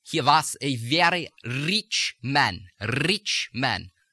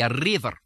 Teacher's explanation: Russian, like Scottish, has a slight trill, a trill or a roll, which is done with the tip of the tongue on all R's, whether they come in initial, medial, or final position.